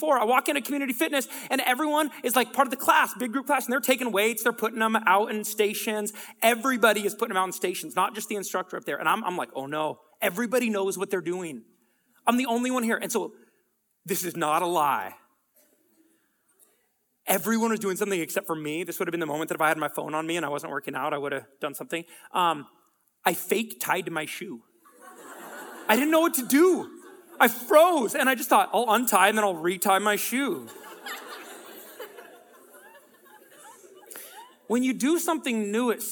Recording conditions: live audience